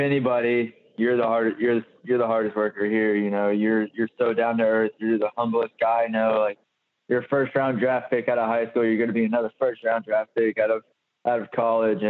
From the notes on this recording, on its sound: joins on the Modern Woodmen phone line